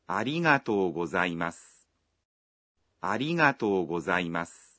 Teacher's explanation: В слове «аригато» гласное «о» долгое.